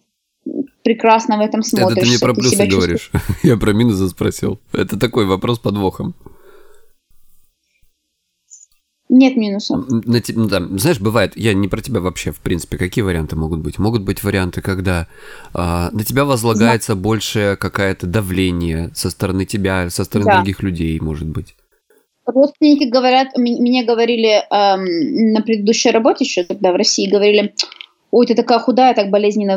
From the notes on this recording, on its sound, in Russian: я связался с ней по Skype